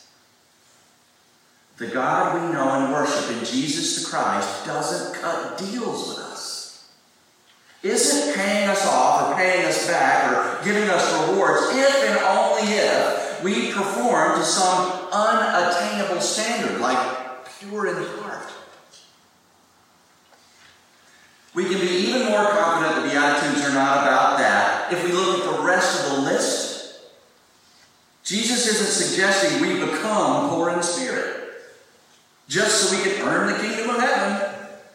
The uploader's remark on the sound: Please pardon the audio quality! We recorded this from a phone on the front pew.